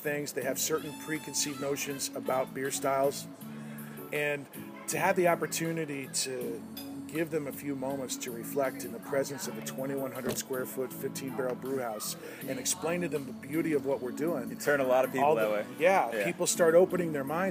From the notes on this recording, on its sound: LIVE Ulele Spring Brewery.